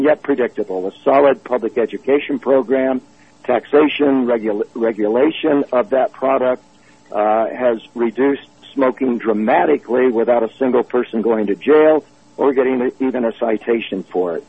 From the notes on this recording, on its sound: Drug Policy Alliance teleconference